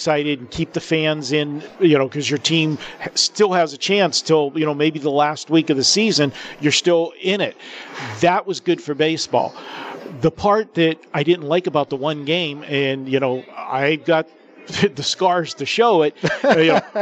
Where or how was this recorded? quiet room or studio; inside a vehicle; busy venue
busy venue